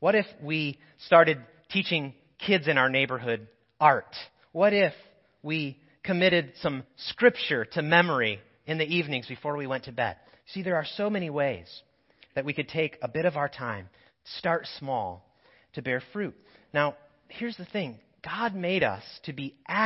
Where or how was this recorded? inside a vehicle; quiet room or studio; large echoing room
large echoing room